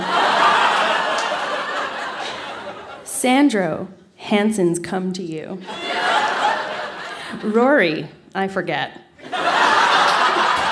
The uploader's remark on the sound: Recorded live at The Spice Factory in Hamilton.